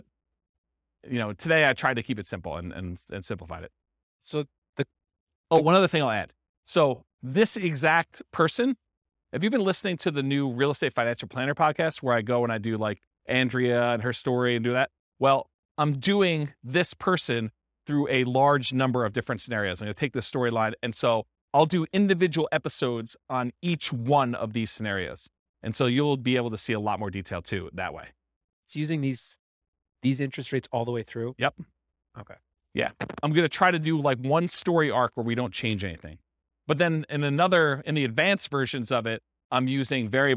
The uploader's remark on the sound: This was a live class recorded